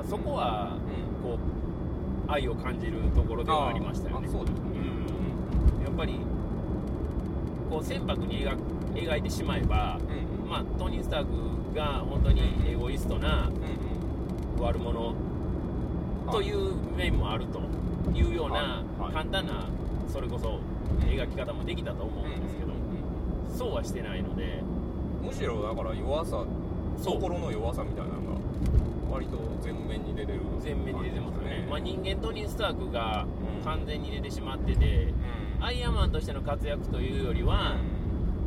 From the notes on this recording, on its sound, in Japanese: 帰路車中で録音しておりますので、。一回表より雑音を多く拾っており。